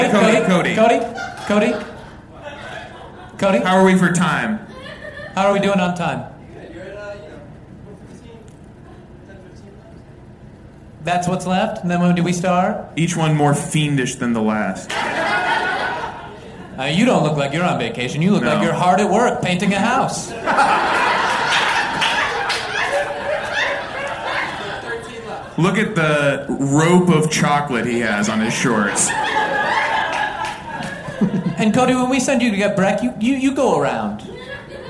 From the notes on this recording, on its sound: In this first ever live Hollywood Handbook episode recorded at Molly Malone's in LA. Bring a lucky fan up on stage.